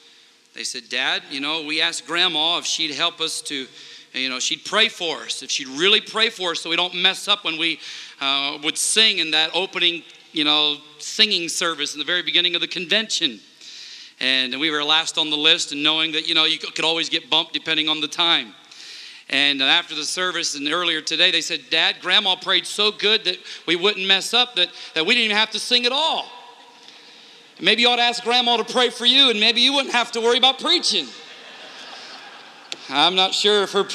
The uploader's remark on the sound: Interchurch Holiness Convention Dayton, OH 2009